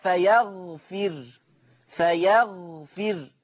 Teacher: ورش يقرأ بسكون الراء فيغفر، فيغفر يسكن الراء.